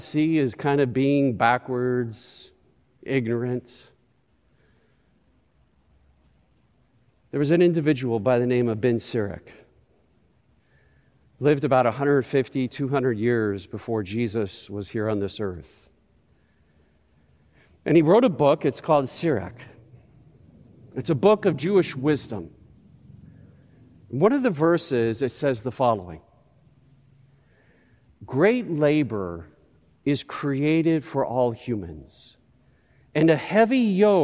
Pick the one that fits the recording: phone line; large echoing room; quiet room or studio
large echoing room